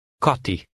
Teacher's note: the Hungarian vowel I, which resembles the vowel sound in the English word he, but it's somewhat shorter